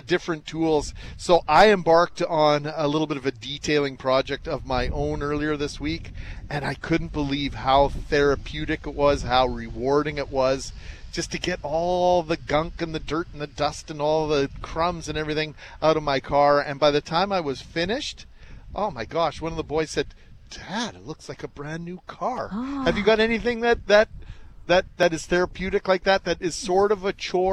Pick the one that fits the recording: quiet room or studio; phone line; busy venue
busy venue